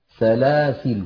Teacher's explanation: وقلت منذ قليل إن هذه الكلمة سلاسلا فيها عند الوقف وجه زائد على أخواتها، وهو حذف الألف عند الوقف